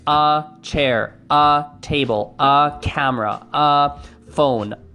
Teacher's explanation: They'll say a, almost like a UH · Term: schwa vowel